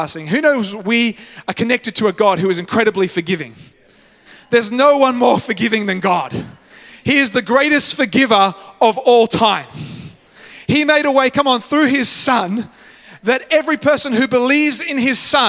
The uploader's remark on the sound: live at Freshwater Church on Sunday the 22nd of October, 2023